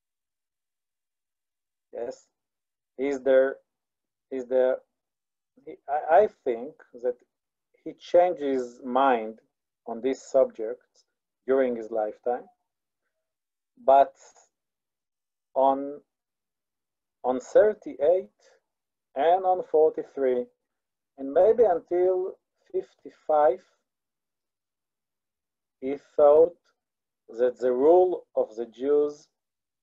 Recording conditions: video call